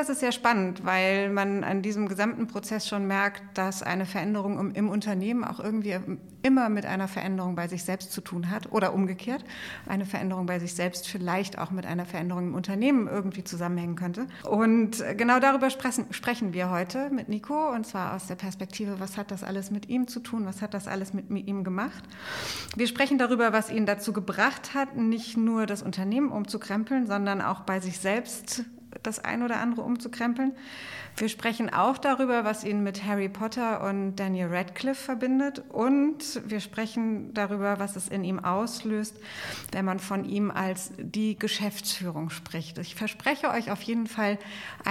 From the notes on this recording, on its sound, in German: Special insofern, weil diese Folge eine Live-Aufnahme war. Wir sind vor einigen Wochen in neue Büroräume gezogen und haben unsere Einweihungsfeier genutzt, um einen kleinen Live-Podcast zu machen.